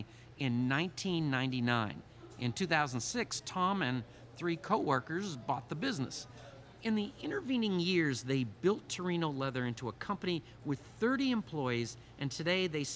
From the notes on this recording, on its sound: Out to Lunch is recorded live over lunch at NOLA Pizza in the NOLA Brewing Taproom.